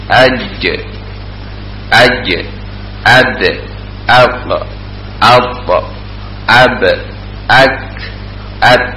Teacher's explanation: Itu huruf-huruf syiddah. Artinya ketika kita mengucapkannya tidak mengeluarkan suara, ya, tapi tertahan